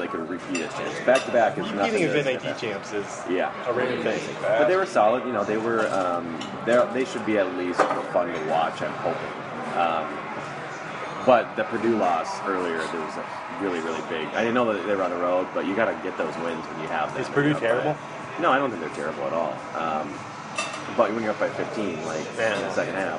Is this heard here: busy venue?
yes